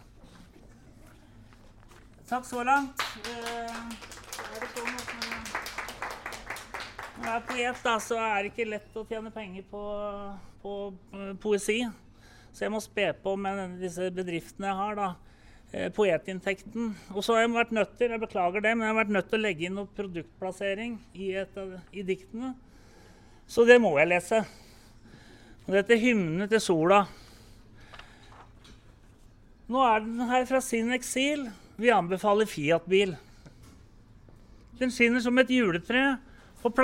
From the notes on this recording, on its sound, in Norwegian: Live opplesning av dikt - på Tranen.